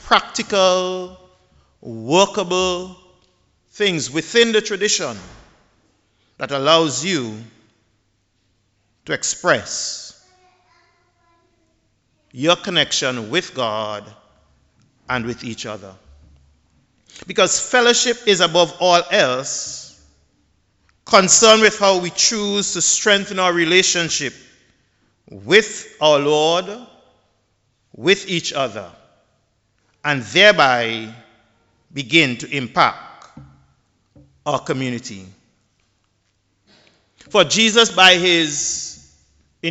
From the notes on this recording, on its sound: The Dean of St George's Cathedral, St Vincent and the Grenadines, preached at the 11:00am Mass.